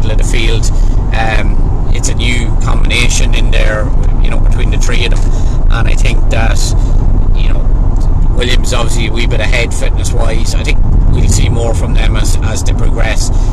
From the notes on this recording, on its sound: Recorded on the road home from Cork.